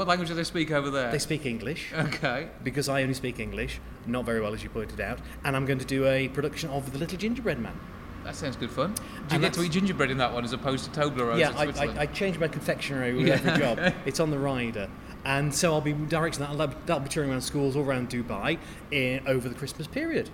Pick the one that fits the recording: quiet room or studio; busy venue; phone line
busy venue